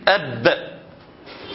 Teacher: من صفة الباء الشدة فيطلع شديد أب، من صفة الباء القلقلة، لو سمحت قلقلة وقول لي أبا، ولو جيت أشيل القلقلة اسمع كده أب، ما فيش حاجة.